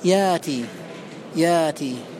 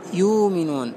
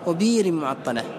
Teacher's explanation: فتحول الهمزة ألفا بعد الفتح، وواوا بعد الضم، وياء بعد الكسر · Term: الإبدال